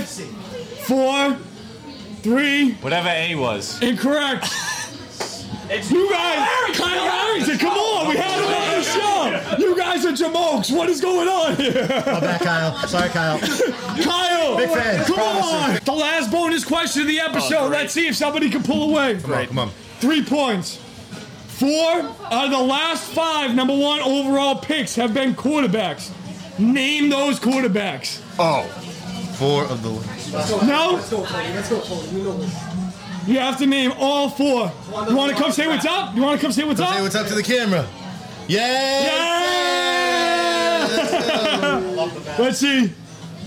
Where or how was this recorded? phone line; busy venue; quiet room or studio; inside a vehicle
busy venue